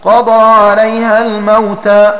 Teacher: فتكون قراءة الباقين بفتح القاف والضاد وألف بعدها ونصب تاء الموت